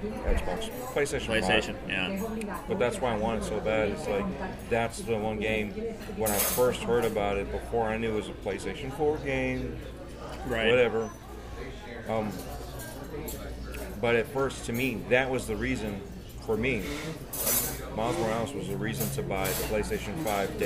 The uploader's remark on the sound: At "Capdevila’s at La Teresita" in Tampa. The new building now holds a sit-down restaurant (Capdevila’s at La Teresita) with tables and booths on the east side of the building, the cafeteria with the horseshoe-shaped counters on the west side and takeout area, a banquet hall on the 2nd floor.